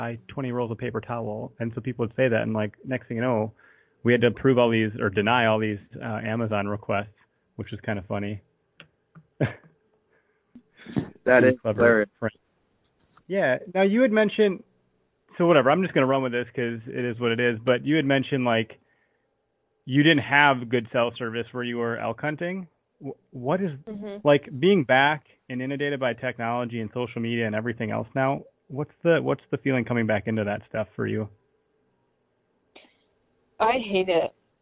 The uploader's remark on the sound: Another LIVE listener call-in show in the books.